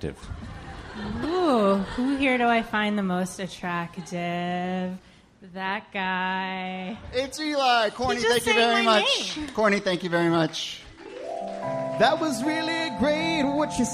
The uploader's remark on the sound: Ask Roulette is a conversation series in which strangers ask each other questions on stage. From our July show at Housing Works Bookstore in New York City.